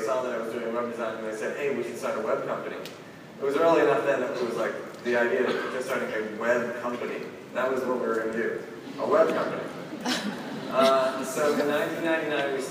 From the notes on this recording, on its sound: opening keynote at #PRSAIcon